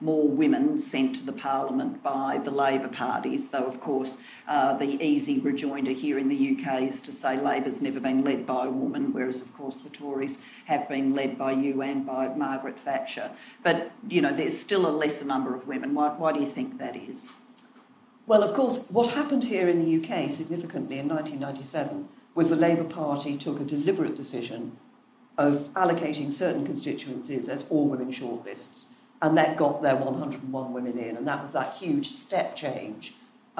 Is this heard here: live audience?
yes